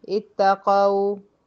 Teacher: في واو منطوقة فعلا تخرج من الشفتين مش من الجوف · Term: واو لينة